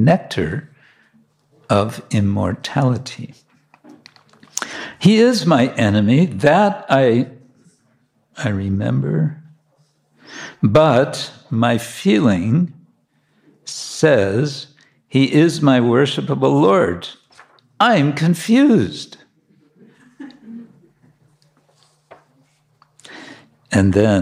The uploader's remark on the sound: Recorded during Bhakti Retreat 2023 in Kientalerhof/Switzerland